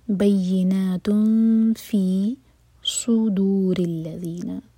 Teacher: فا کے لیے زبان تیار کریں گے اور دو سیکنڈس کا ٹائم دیں گے اور نون کے مخرج کو ٹچ نہیں کریں گے · Term: اخفا